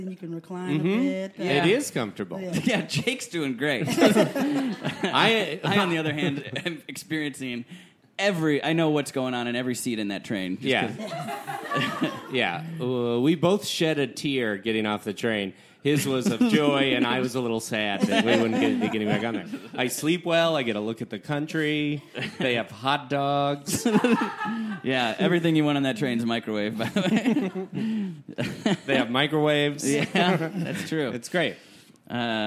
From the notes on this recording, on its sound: Recorded Live with Chinese Menu Comedy.